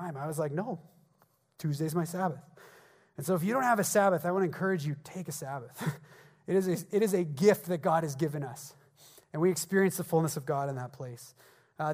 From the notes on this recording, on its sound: At the Resurgence Edmonton Gathering on Saturday, February 9, hosted at Ellerslie Road Baptist Church.